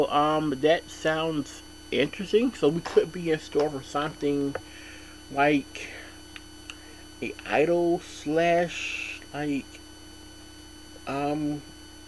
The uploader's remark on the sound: Sorry for the weird noise in the background.